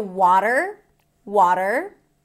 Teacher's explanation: In American English. Open ah sound, flap T, and an R.